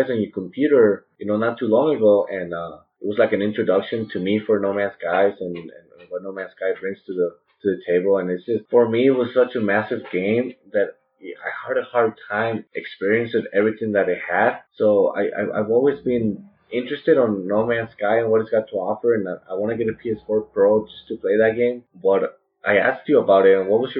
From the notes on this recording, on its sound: Apologize for the sound quality. We are working to get the sound quality better.